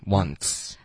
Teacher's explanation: 别用后鼻音，要顶舌尖